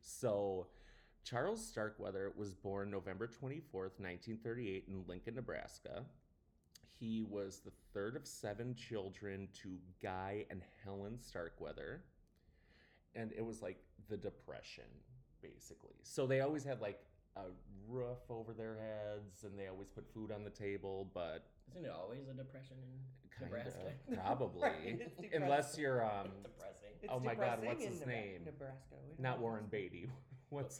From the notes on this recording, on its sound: Sorry for the audio, we were recording in my apartment that has not great acoustics.